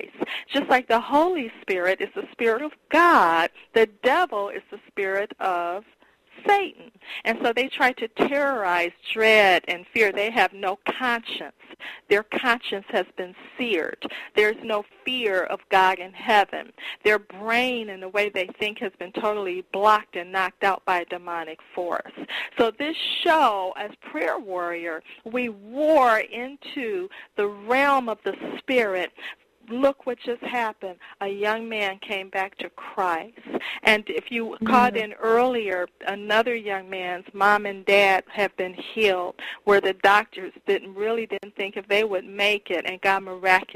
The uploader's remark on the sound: Personal Prank Phone Calls Collection